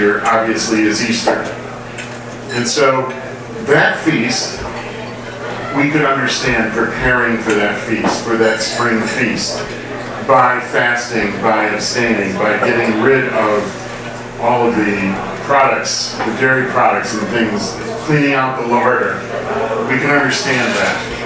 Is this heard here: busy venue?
yes